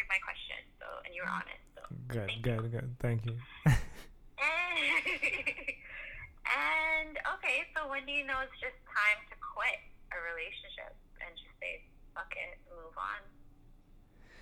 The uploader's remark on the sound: Is also our first "over the phone" conversation...so technically, not really a "sit down".